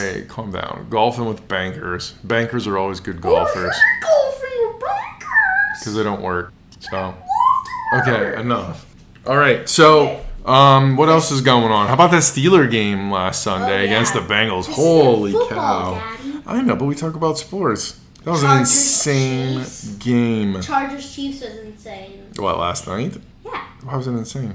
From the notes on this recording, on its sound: Air conditioner background noise, yelling, and the Queen's untimely passing (June would have been better) has led to our worst podcast to date!